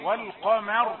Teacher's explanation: قاف مفخمة وراء مفخمة، فلا تضطر الميم إلى التفخيم لأنها محصورة بين مفخمين